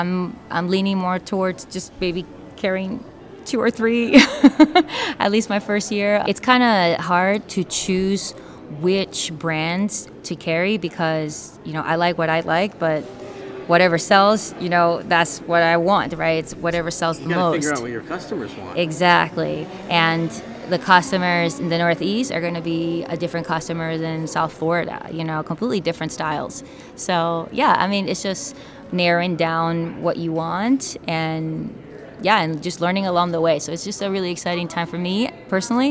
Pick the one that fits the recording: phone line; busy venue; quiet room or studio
busy venue